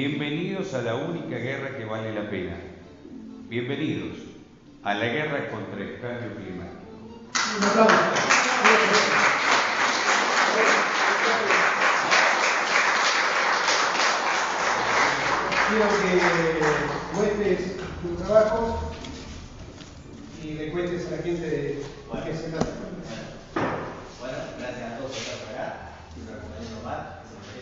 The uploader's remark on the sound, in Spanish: En la Ciudad de Casbas. Compartir con el publico presente.